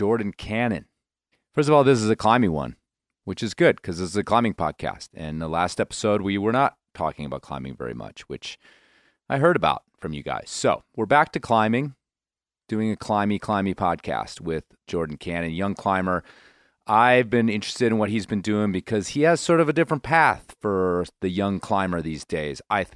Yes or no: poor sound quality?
no